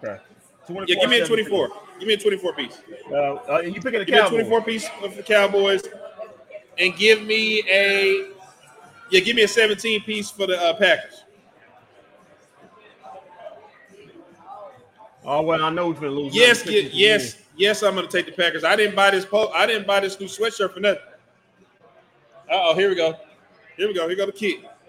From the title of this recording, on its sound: Live from White Rock Ale House